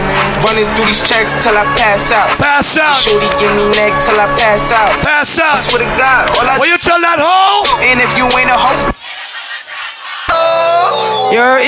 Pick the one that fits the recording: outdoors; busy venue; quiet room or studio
busy venue